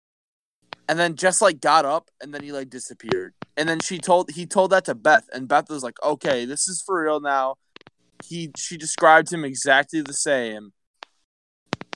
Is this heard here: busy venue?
no